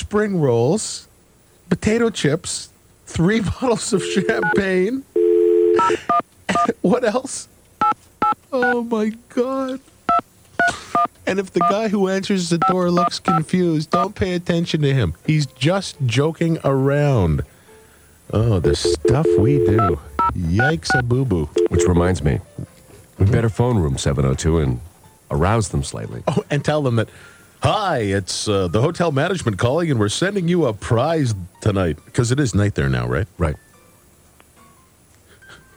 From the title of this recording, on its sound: phone call